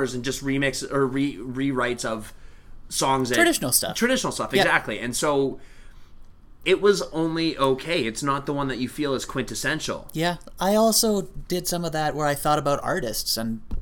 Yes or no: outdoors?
no